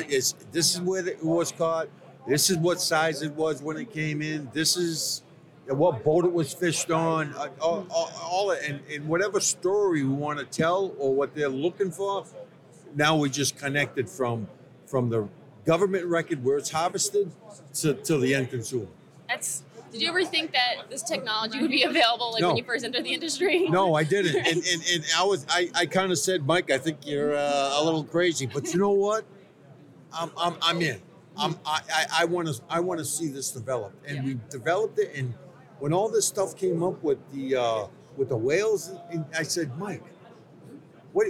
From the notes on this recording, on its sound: Live at the Boston Seafood Show. At Seafood Expo North America.